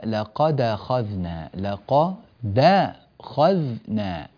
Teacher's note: الدال انفتحت فتحة كاملة، فلا تقول أنا سمعتك هكذا تفعل، تقلقل ولا تفتح الدال